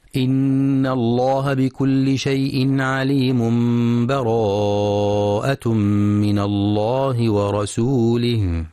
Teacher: الوجه الثالث الوصل، وهو وصل آخر الأنفال بأول التوبة بدون بسملة مع مراعاة الإقلاب، أي قلب التنوين إلى ميم